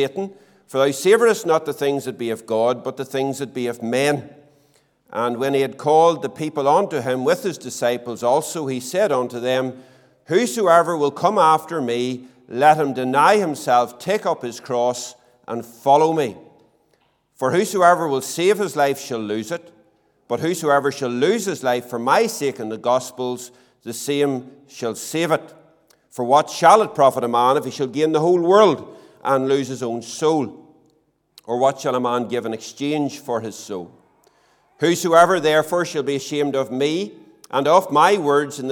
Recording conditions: large echoing room